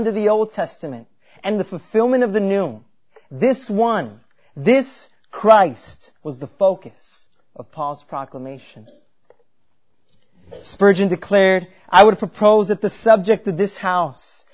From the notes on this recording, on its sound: At Covenant Baptist Church in New Berlin, Wisconsin – a confessional Reformed Baptist church.